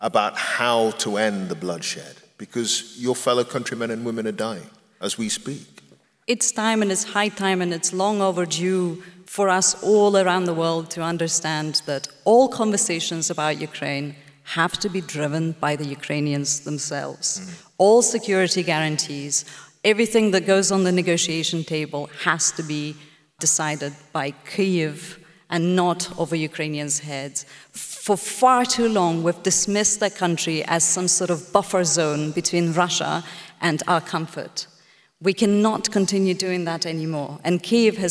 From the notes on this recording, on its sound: This episode is part two of our live event. This conversation is part of Intelligence Squared’s live debate partnership with the Southbank Centre.